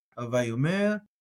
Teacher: I like to get that aleph sound in there. Other people don't. They'll just leave it silent.